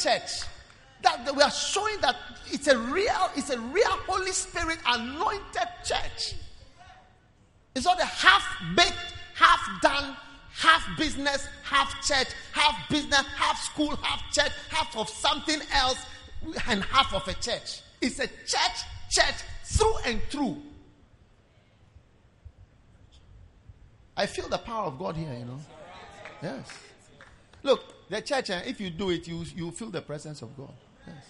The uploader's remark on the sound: Preached at the Prophetic Encounter Service